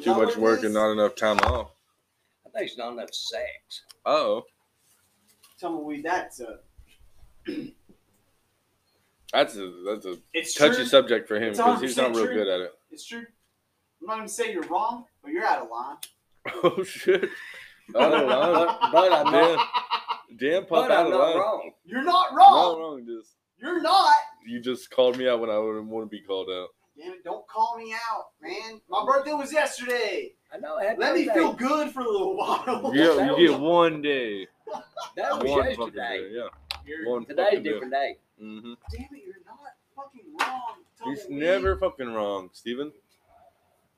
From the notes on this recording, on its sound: Enjoy the first podcast we did away from our fancy little blue collar nook. Sounds terrible, cause it is.